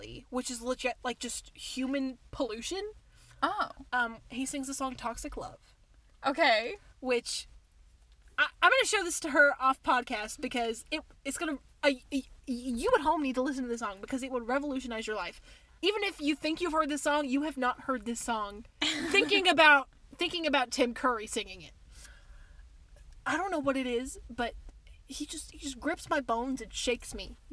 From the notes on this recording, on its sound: recording in the car!